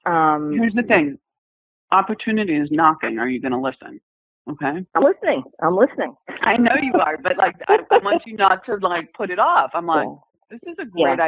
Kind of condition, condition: link, phone line